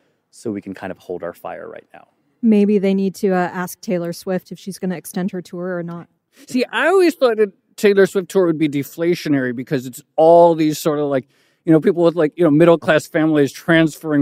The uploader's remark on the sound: This special episode of Odd Lots was recorded live at the Bloomberg Screentime festival earlier this month in Los Angeles.